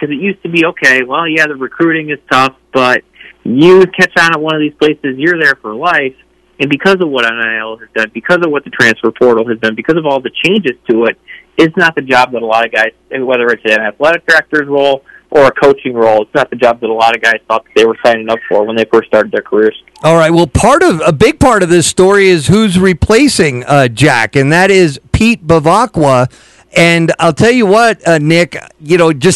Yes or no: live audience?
no